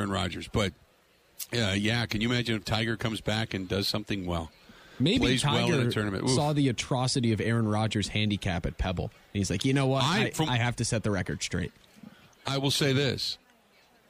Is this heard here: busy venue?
yes